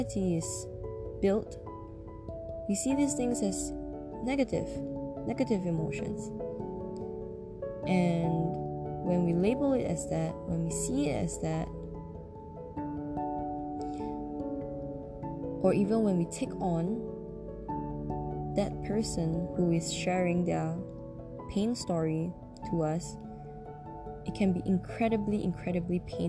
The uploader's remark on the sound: better to be heard on earphones as the sound volume is much softer for this episode